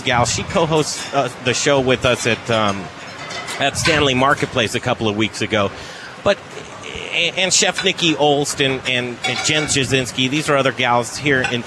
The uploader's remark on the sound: We're doing our show live from inside the kitchen at the hottest new restaurant in Denver